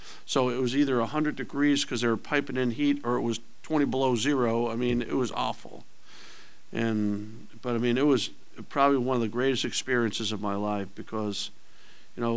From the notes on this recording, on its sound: Press Conferences & Post-Game Interviews.